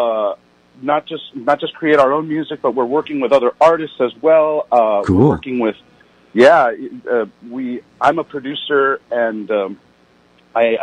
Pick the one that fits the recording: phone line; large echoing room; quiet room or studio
phone line